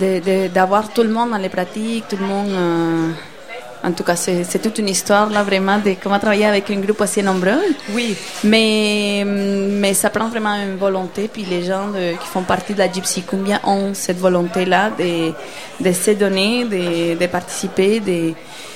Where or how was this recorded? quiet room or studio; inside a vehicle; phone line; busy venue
busy venue